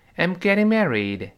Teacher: 如果读得非常快，那个 getting 中间的 t 又会轻轻地，特别轻的浊化